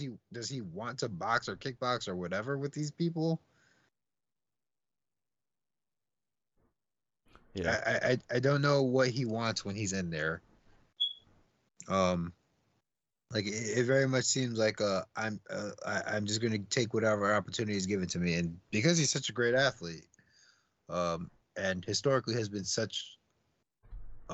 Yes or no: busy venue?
no